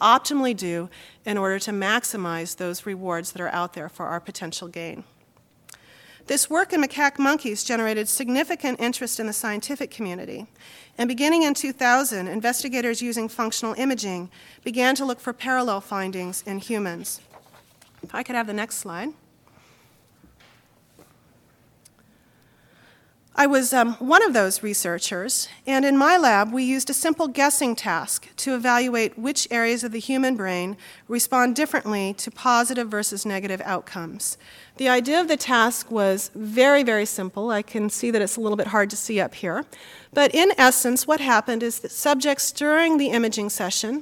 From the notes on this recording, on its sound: Recording of a lecture delivered on September 6, 2007